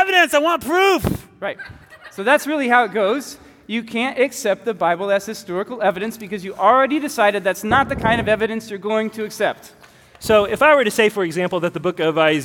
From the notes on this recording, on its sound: Recorded live at Church of the King.